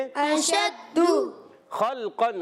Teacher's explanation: खा की अदायगी हलक के ऊपर वाले हिस्से से · Term: उर्फ हल्की